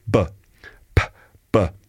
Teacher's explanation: They're all pronounced in the same way, p, b, same lip position, tongue position, p, b. The difference is that the second one here, b in this case, is pronounced with your voice. First one has no voice. P, p, p. Second one is the same thing, but with a voice.